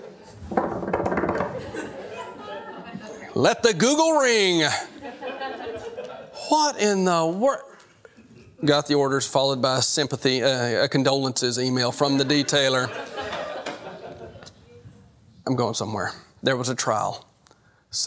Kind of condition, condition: setting, large echoing room